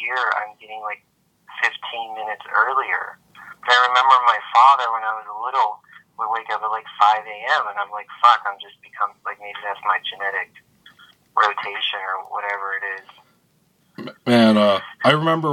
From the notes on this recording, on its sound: Recorded via phone. In Grand Rapids, Michigan and Las Vegas.